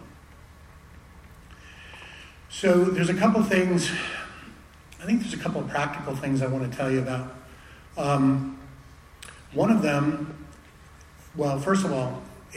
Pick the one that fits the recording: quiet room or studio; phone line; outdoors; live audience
live audience